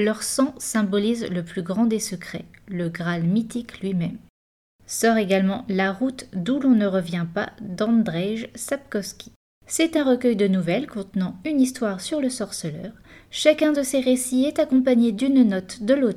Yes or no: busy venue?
no